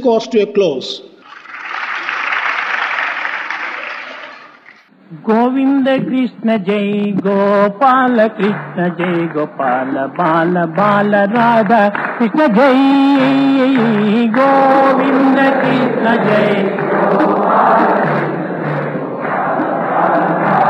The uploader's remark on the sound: during valedictory function of the Sevadal conference